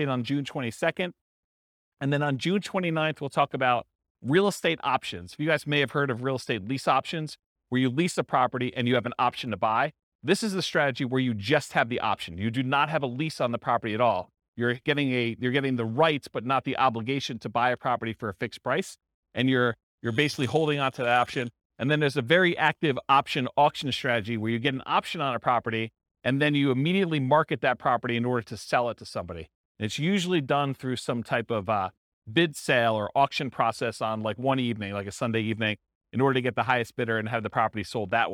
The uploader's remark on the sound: This was a live class recorded to give investors a solid overview of the buy and hold real estate investing strategy including short-term rentals. The live in-person version.